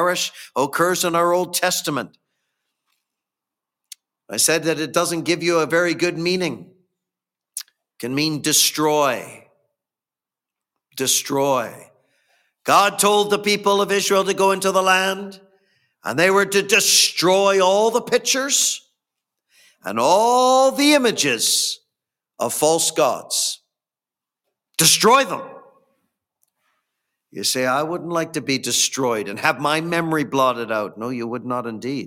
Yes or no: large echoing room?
yes